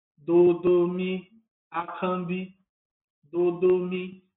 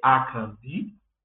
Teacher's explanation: Ali nós temos dois tons baixos e um alto, que vai indicar a maneira correta de pronunciar o meu nome.